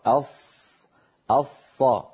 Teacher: إن أقصى اللسان عند نطقنا للصاد قد ارتفع · Term: الصاد